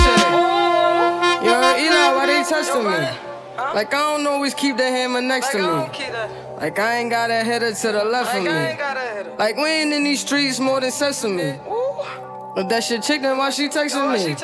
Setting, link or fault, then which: setting, busy venue